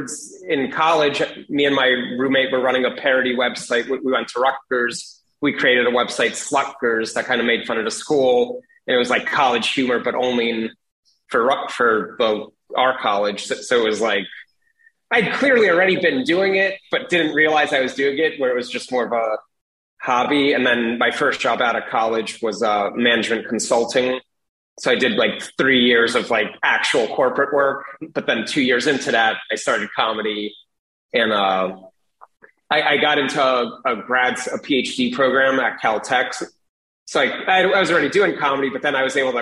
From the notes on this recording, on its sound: Joined me over Zoom.